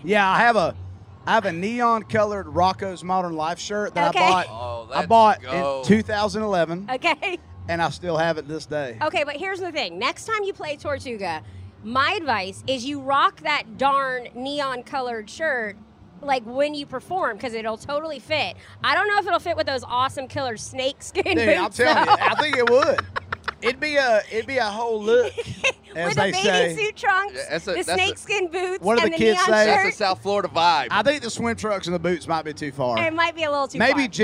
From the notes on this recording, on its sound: at Tortuga Music Festival